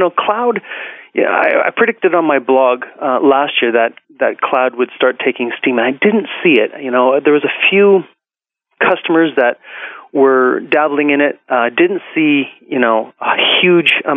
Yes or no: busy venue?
no